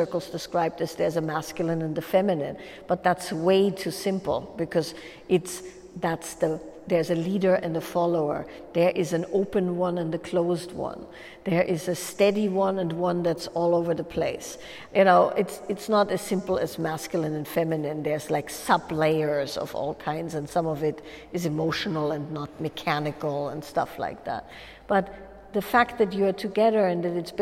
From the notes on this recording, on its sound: a live Q&A during a Wild Woman's Way workshop